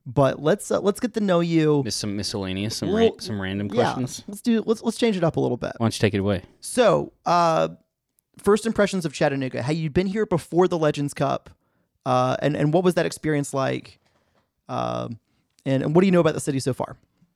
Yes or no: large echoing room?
no